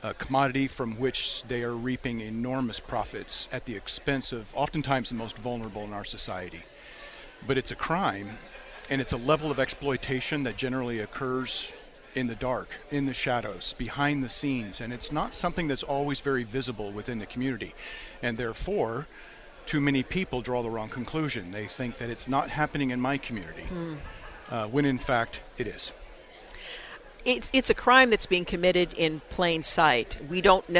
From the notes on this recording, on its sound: we broadcast live from Mission Connexion Northwest 2020 , One Body, One Voice, One Mission, at Rolling Hills Community Church in Tualitan.